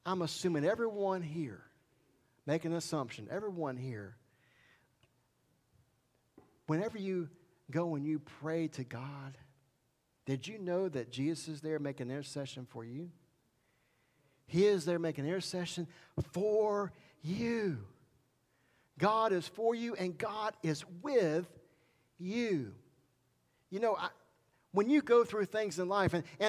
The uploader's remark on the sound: This message was recorded July 18, 2021 at Highland Baptist Church, Molino, FL.